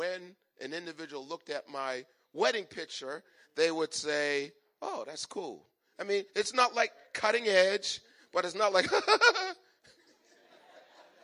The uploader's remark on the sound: Recorded on 2017-02-26 at the 08:30am Service.